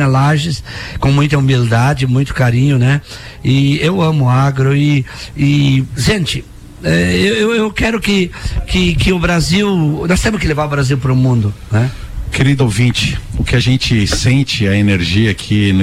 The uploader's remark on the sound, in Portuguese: programa gravado direto do estande da GTS DO BRASIL na EXPOLAGES.